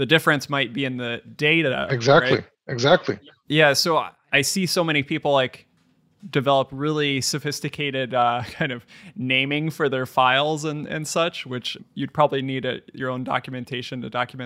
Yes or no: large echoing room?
no